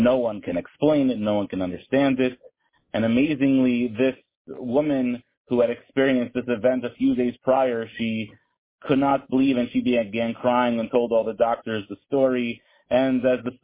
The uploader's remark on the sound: Tehillim Call